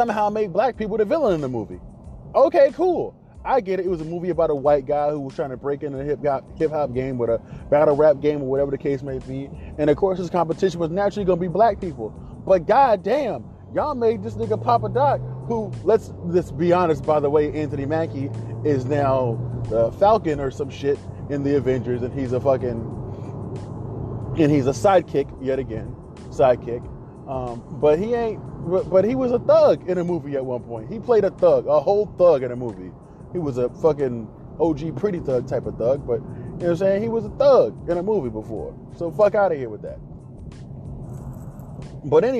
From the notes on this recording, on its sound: My ride to work. Just a man and a Phone.